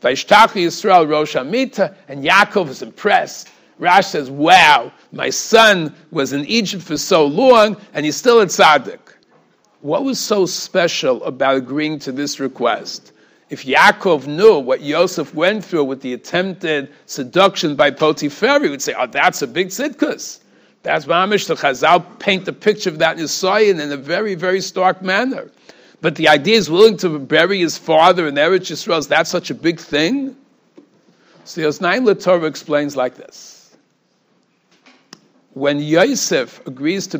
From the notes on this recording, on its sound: Shiur recorded in Yeshivas Ohr Reuven, Monsey, NY.